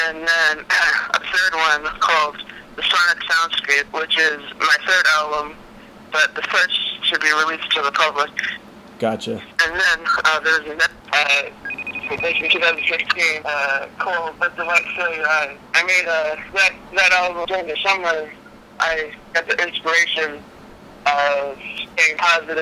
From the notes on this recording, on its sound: on the phone